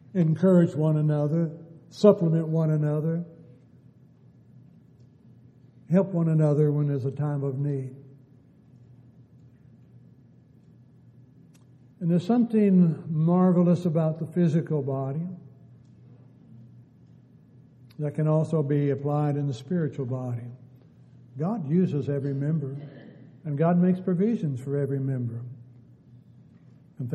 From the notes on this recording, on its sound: Downtown Church Of Christ Audio Sermon